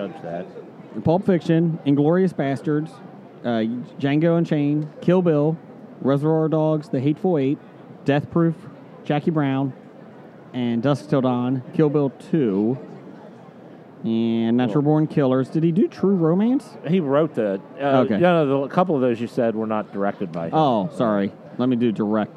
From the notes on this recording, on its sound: It’s day three of recording at the Cincinnati Comic Expo